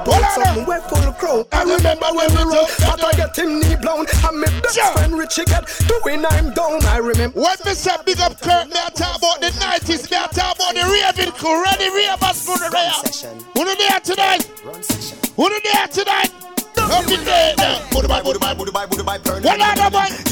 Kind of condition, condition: setting, busy venue